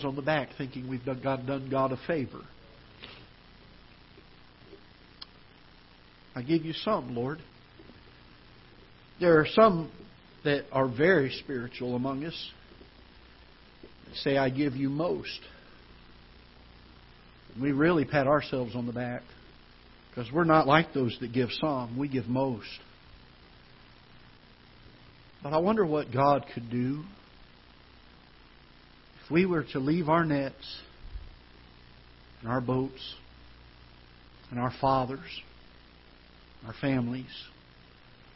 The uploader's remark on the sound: Ketha Heights Baptist Church ~ Live Broadcast.